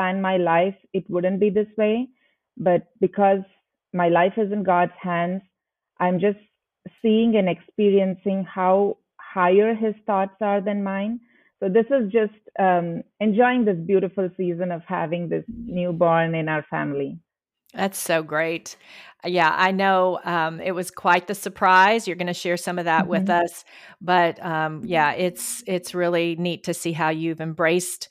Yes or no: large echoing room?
no